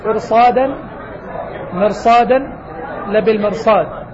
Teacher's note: لقوة حرف الاستعلاء الواقع بعد الراء. قوة حرف الاستعلاء جعل تأثير الكسرة غير ملحوظ في الراء، فبقيت الراء مفخمة